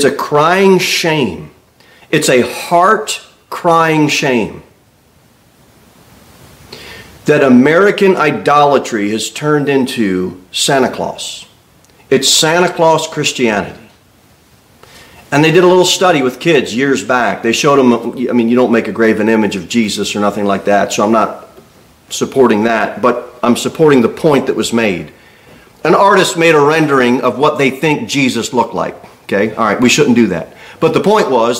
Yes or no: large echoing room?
yes